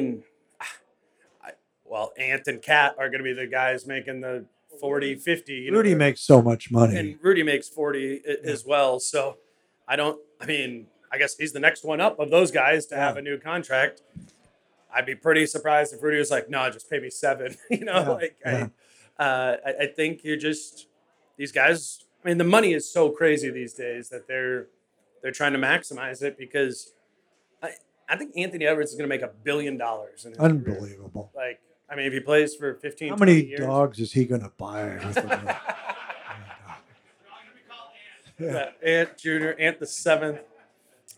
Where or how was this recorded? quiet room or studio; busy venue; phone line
busy venue